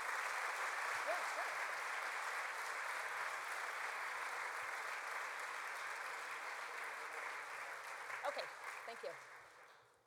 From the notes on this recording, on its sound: recorded at the 2007 International Achievement Summit in Washington, D.C.